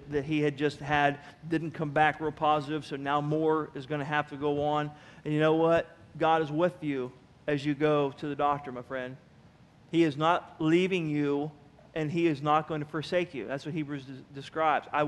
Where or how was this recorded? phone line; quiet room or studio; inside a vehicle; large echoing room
large echoing room